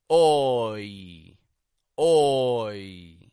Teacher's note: you round your lips to make this aw, aw sound, and then you relax your lips and pull your tongue back up to the yi, yi, oi, oi.